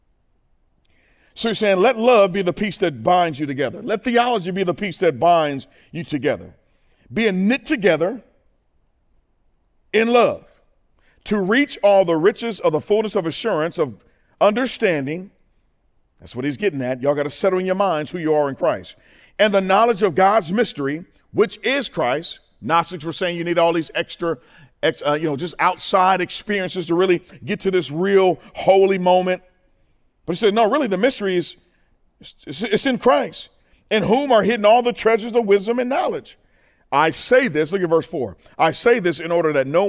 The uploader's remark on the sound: In this second session of the 2024 435 Men’s Conference at FFC.